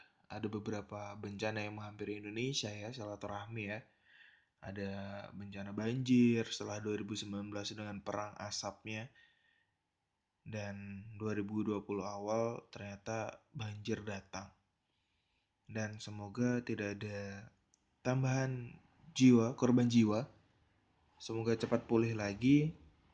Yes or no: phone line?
no